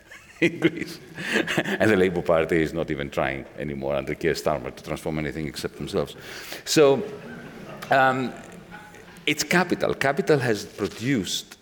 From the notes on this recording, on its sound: This episode brings you part one of our live event